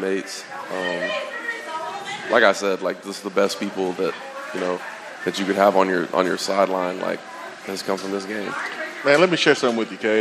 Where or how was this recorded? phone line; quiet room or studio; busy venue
busy venue